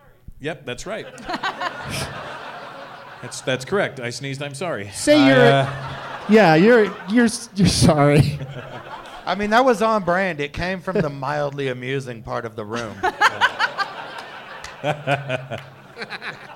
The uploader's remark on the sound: Live from Wiseguys Comedy Club in Salt Lake City